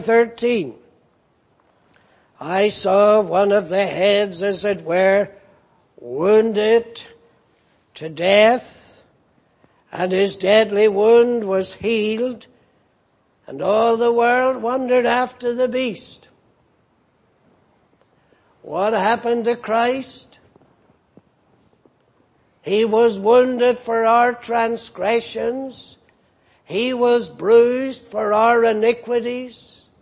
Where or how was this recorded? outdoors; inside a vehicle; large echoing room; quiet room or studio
large echoing room